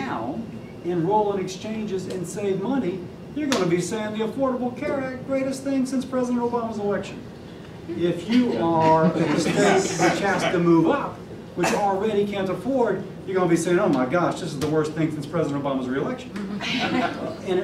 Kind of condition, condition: setting, live audience